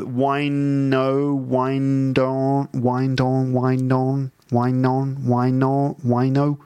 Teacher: It sounds like it disappears as the N sound and the D sound sort of fuse together. So you end up with as we wind on down the road, wino.